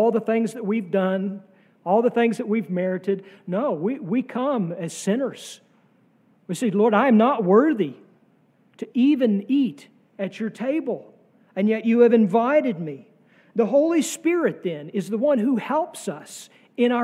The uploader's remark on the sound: sermon from our Trinity Sunday worship service on June 4, 2023.